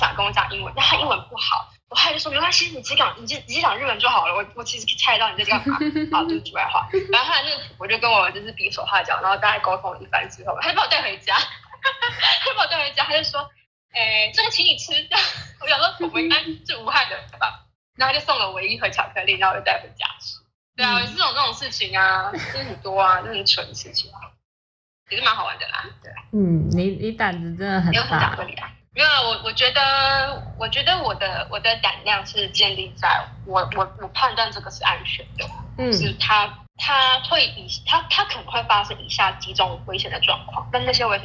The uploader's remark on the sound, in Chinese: 來和我一起在線上聊聊他自己。是用遠端錄音的方式來訪談，這樣我也和各位聽眾一樣，和來賓沒見過面、只能從聲音去認識她，也因此，收音上會有一些瑕疵，希望聽眾們包涵。